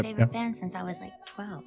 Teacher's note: Her voice consists entirely of vocal fry, I think.